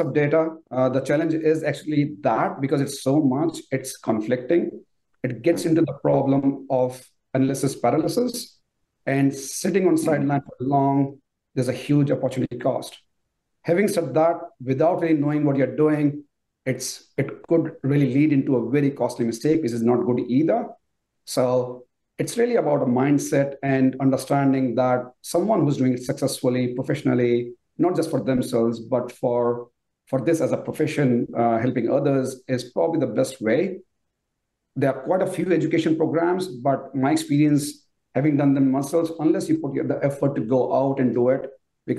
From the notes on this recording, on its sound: we feature highlights from our Q&A webinar